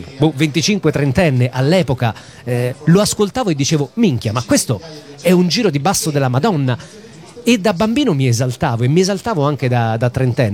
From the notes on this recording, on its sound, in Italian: Da San Marino Comics 2020 la nostra intervista